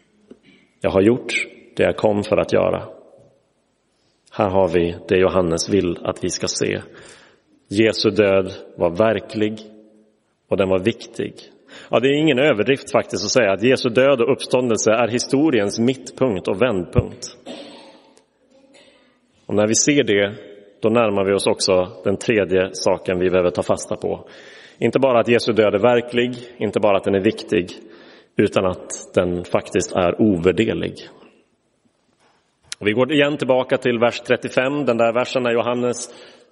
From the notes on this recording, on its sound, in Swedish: Inspelad i Roseniuskyrkan den 7 april 2023.